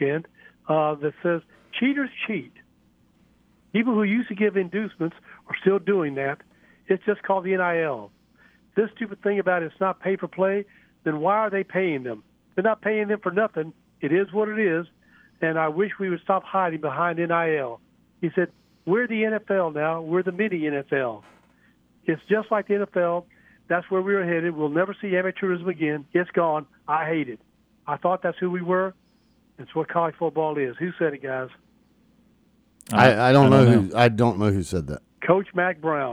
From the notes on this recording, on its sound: take your phone calls!